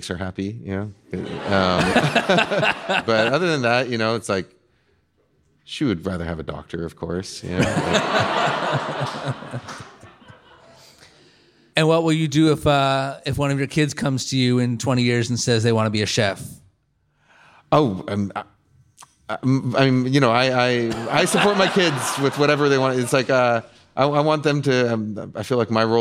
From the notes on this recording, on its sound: on stage at Swedish American Hall in San Francisco